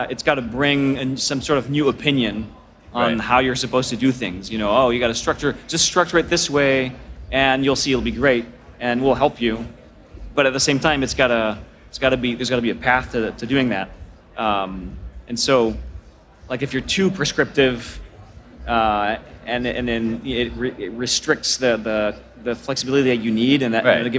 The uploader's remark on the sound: This interview was recorded at VMware Explore 2022.